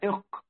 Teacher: والقاف في آخر اللسان